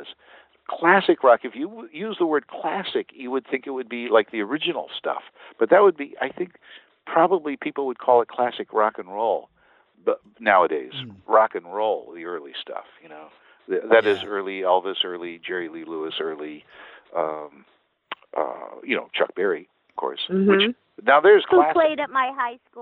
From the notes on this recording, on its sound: replay my phone conversation